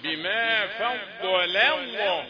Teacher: لام رقيقة قبل لام لفظ الجلالة وبعدين لام لفظ الجلالة مفخمة. بما فضل الله فضلاء الأول تجيب اللام رقيقة كده.